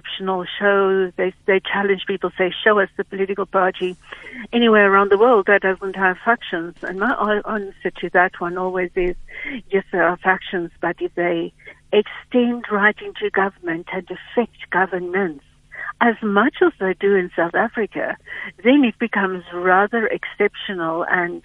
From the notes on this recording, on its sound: GUEST [PHONE]